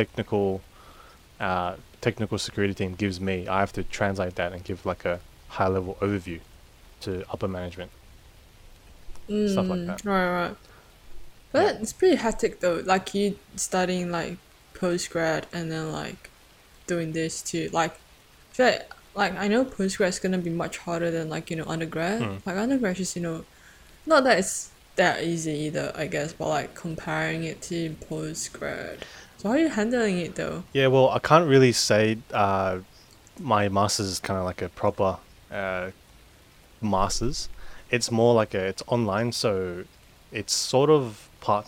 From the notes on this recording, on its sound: Enjoy the sound of the rain in the background.